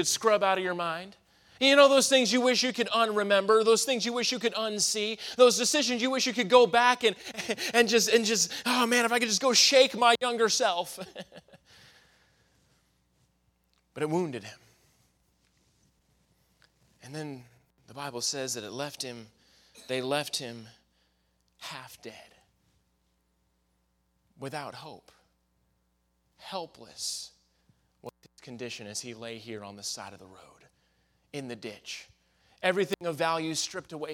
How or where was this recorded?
large echoing room